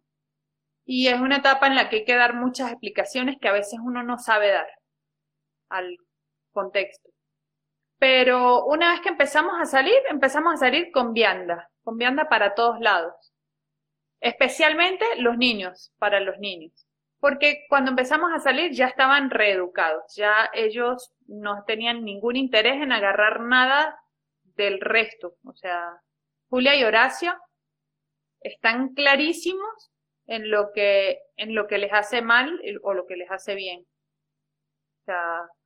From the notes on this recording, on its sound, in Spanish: Audio de la charla en vivo por Instagram